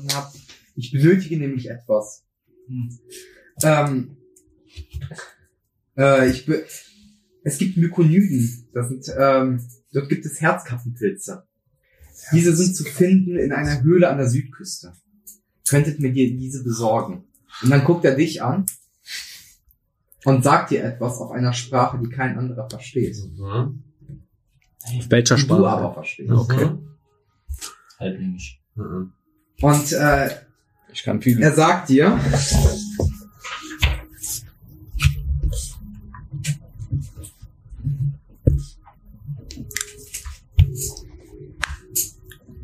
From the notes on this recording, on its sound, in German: Bitte entschuldigt leichte Tonprobleme, die während der Aufnahme auftraten